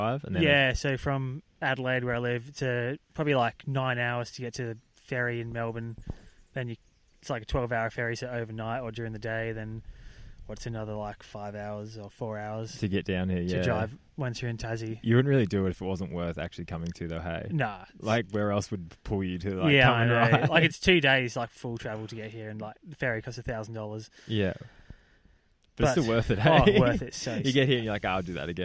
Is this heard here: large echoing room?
no